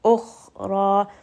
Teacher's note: Ra here is going to be heavy, and kha is a permanently heavy sound as well